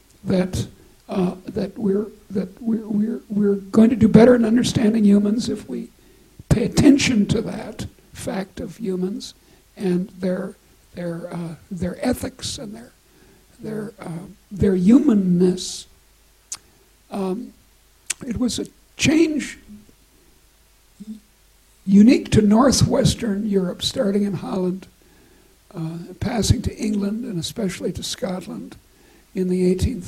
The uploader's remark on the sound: recorded at the University of Edinburgh